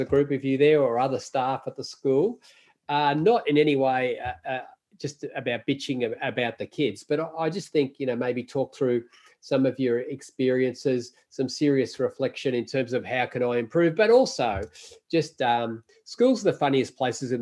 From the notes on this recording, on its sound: This episode is a recording of a live webinar in January 2021. The webinar series was part of Tradewind Australia’s ongoing professional support for CRTs.